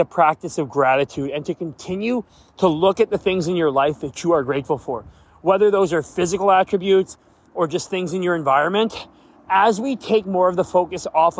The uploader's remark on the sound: On a beautiful Vancouver day, while walking with my mother, we decided to talk.